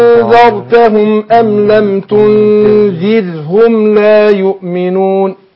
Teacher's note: نون ساكنة وجي بعدها الزال من حروف الإخفاء. أنا باجي عندها بخفي النون عند الزال، بخفيها في نفسها، واخد بالك؟ مع طبعا الغنة حركتين